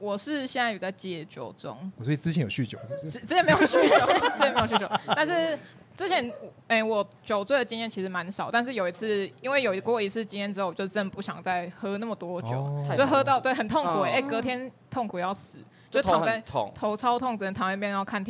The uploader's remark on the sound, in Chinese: 跟你鬥陣Live Podcast。現場揪出觀眾席最強渣男！？在台南咖哩鬥陣舉行！沒想到現場參與的人居然有20多名！！現場抽題、現場發想，一組20-30分鐘上台直接錄音！